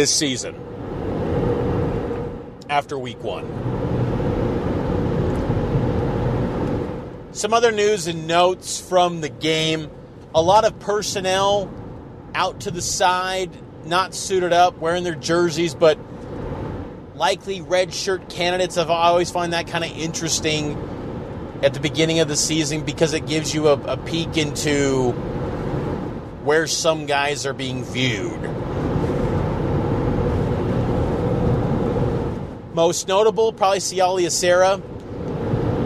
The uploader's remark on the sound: on his drive home to Salt Lake from LaVell Edwards Stadium in Provo.